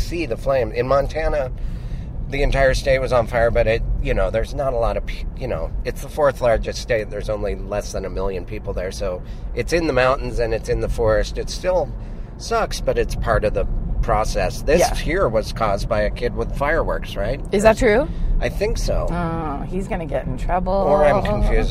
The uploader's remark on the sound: back in the car